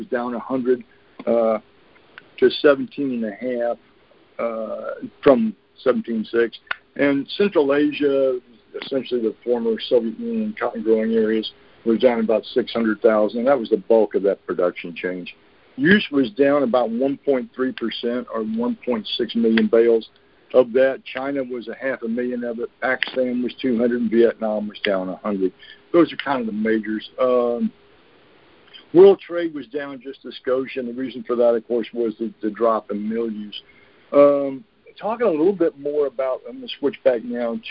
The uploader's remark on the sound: Monthly Conference Call